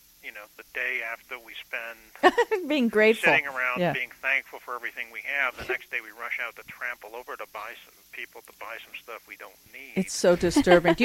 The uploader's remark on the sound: Called in and talked with us.